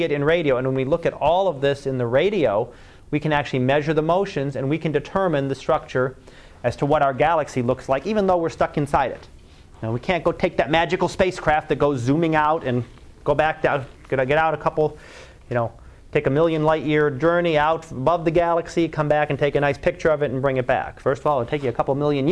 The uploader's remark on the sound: Live Class Lecture